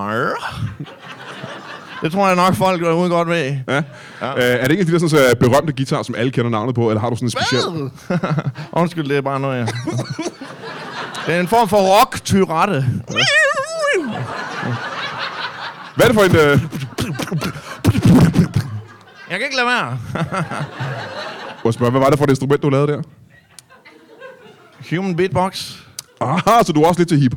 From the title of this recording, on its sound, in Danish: LIVE fra Hvedstrup